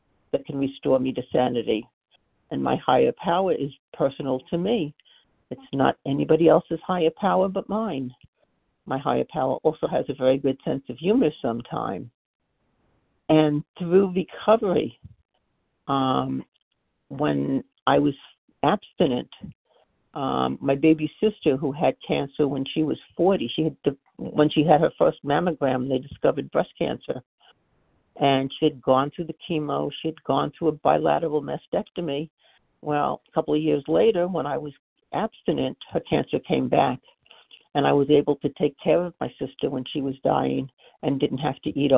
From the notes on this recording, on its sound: 100 Pounders Phone Meeting.